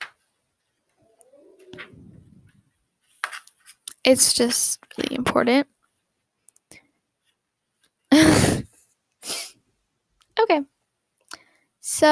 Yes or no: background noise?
yes